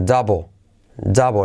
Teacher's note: La L es casi insignificante